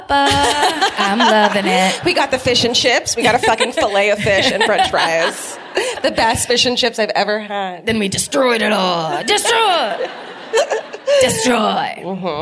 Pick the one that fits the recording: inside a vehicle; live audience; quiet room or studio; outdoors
live audience